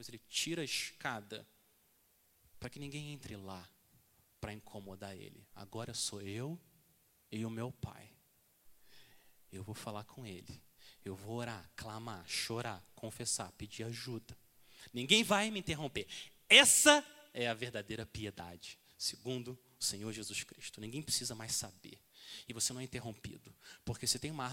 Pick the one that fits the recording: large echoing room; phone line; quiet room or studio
large echoing room